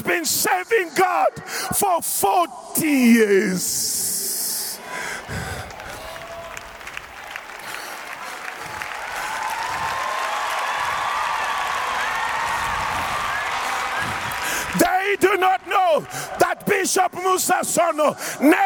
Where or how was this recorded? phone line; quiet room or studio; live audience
live audience